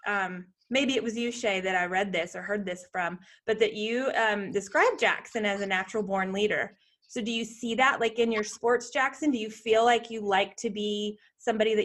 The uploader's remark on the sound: This time we Zoom with a special young man